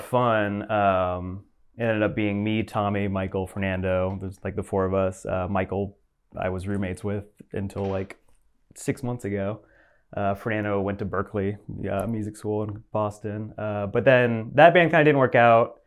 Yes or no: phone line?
no